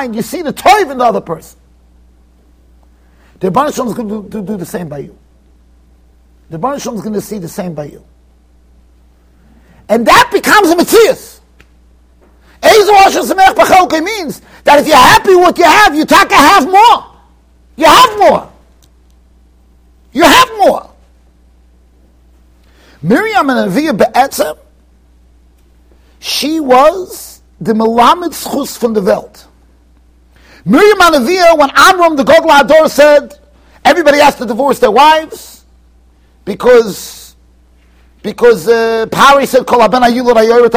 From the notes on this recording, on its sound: Shiur recorded in Yeshivas Ohr Reuven, Monsey NY.